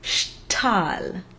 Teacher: remember that T should be spoken as a real T and not softened to a D